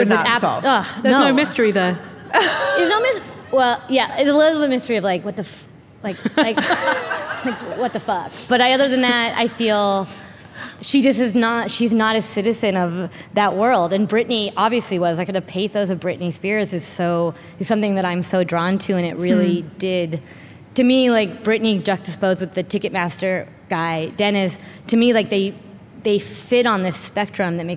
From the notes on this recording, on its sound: Werk It: The Podcast is a compilation of some of the best moments from the live event.